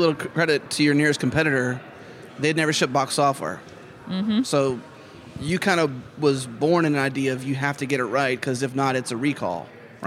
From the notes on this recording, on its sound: We’re on location at Microsoft Build 2018